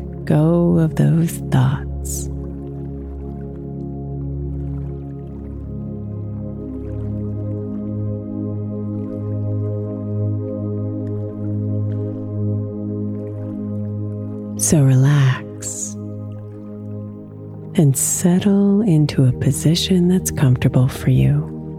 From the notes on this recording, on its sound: Hear the gentle noises of the river